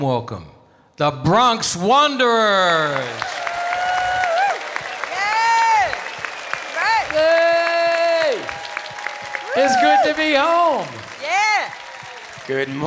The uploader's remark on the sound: Live at the South Point Casino